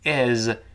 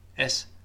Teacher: 这个词重读是发成 is，轻读就是 s，后面几乎就是轻辅音了 s